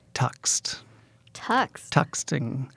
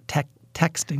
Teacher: The eh vowel shifts in the direction of ah. · Shown in: first take · And so she was saying something like tuxed. · Term: Northern City shift